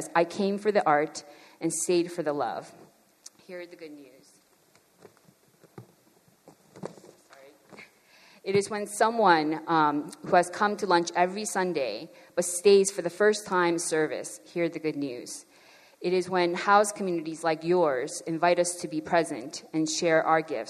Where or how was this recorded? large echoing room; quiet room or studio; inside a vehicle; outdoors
large echoing room